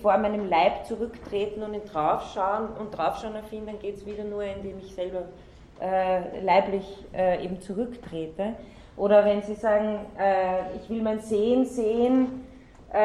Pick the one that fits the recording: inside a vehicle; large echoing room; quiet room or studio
large echoing room